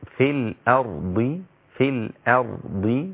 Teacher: الراء لا تأخذ ترقيق الهمزة قبلها